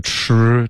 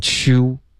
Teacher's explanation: true 的音呢是翘舌音，别发成 chew · Shown in: first take